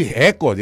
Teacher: E aí se fosse recorde, ela seria uma proparoxítona, com a sílaba forte sendo a primeira, ré